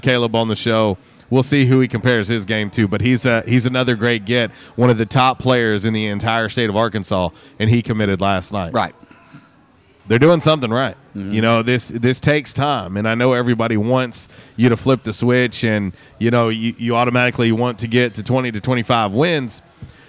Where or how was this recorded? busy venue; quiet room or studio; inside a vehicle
busy venue